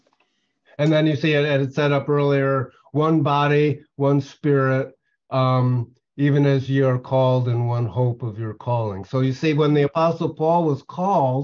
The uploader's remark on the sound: Oceanside Zoom Class